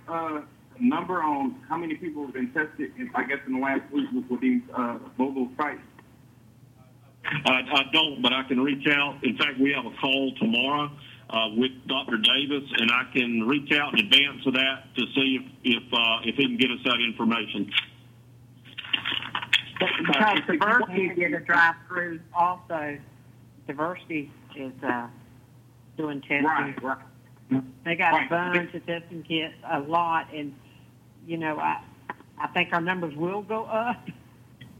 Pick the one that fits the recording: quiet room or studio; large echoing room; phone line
phone line